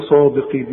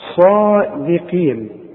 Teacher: خد بالك من الدال بتتحول معاك الى ضاد · Shown in: first take